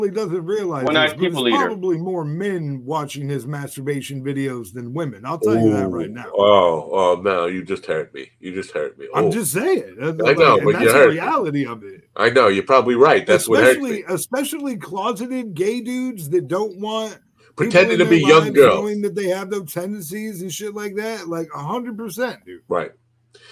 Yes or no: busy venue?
no